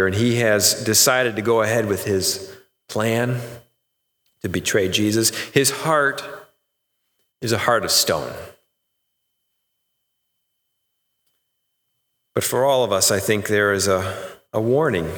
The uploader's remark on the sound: Sermon recorded live AT HOLLAND FMC on 10/4/2020! The service was held indoor with many adjustments to provide a safe experience.